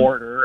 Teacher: WARSPer with an extra R thrown in there · Term: R insertion